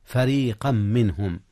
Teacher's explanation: إدغام تنوين فريقا في ميم منهم، فريقا منهم إدغام بغنة